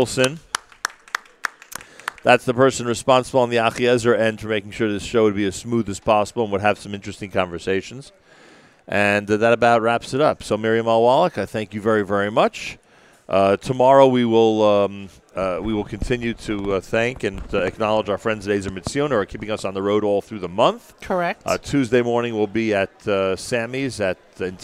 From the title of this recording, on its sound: Live with Achiezer at The Jewish Healthcare Conference & Expo